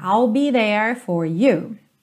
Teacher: Com a língua enrolada, igual na porta